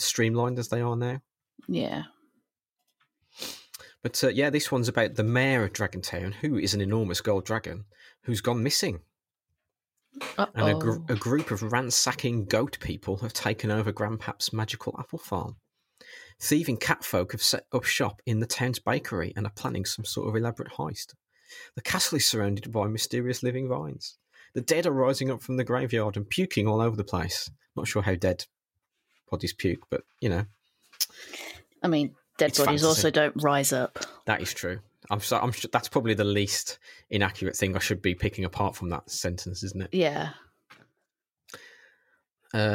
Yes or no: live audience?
no